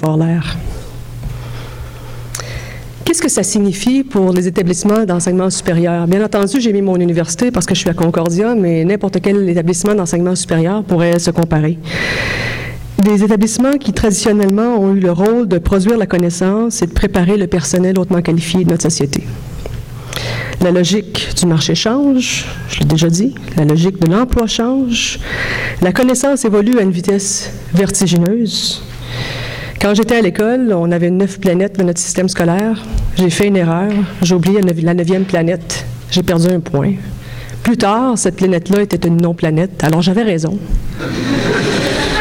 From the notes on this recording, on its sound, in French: Conférence 801 du colloque 2017 de l'AQPC, à Montréal.